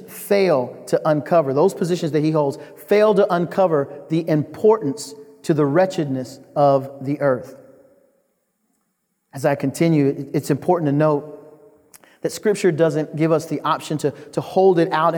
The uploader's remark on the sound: The Great Awokening Conference, Session 11